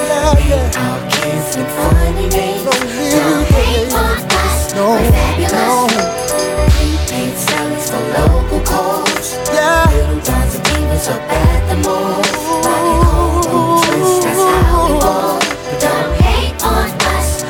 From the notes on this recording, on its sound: Live from 911 Paris (Ladies Night).